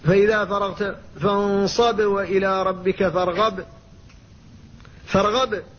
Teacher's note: قلت فإذا فرغت فانصب وإلى ربك فارغب، فارغب أظهرتها تمام الإظهار، وقلقلة هنا ظاهرة جدا لأن المقلقل ساكن في الوقف